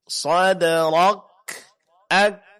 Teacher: di saat mengucapkan huruf kaf sukun, pertama, untuk menjelaskan sukunnya, tahan suara, kemudian keluarkan sedikit angin setelahnya.